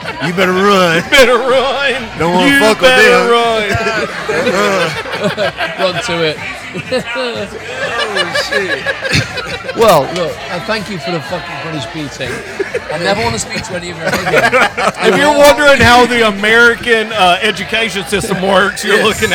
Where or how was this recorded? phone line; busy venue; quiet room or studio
busy venue